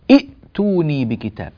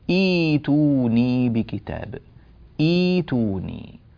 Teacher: فيتعين هنا ويقع الإلزام هنا لمن أراد أن يبدأ بهذه الكلمة أن يبدل الهمزة الثانية ياء · Shown in: second take · فيقول إيتوني بكتاب، إيتوني، حتى ييسر على نفسه.